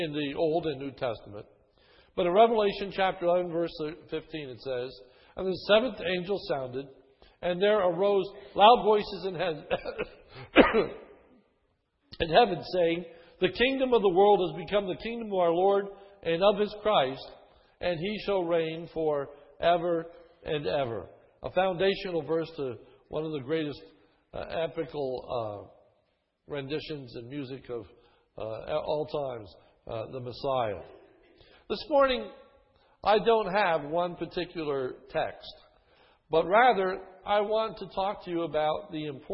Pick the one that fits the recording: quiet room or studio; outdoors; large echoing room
large echoing room